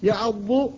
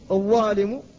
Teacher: ومن العجيب من لطف الله تعالى أن الضاد تأتي سابقة على الضاء فيهما معا، لأنها قبلها في المخرج، فالضاد لسانية من حافة اللسان، والضاء من رأس اللسان ورؤوس الثنايا العليا، فبدأ بالأصعب.